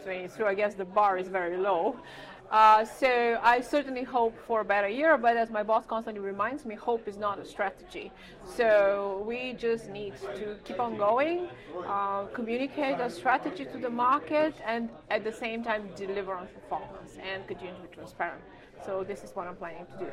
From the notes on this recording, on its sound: In the second part of the show, we report live from the floor of the ESG Integration Forum – Autumn, held this November in London. For a roundtable discussion.